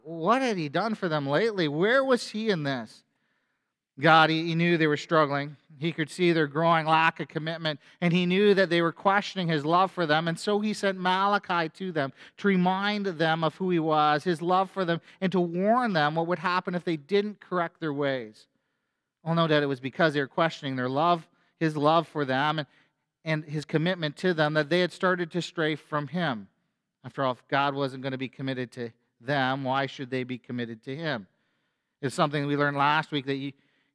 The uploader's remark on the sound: A sermon from FBC Church in Cobourg,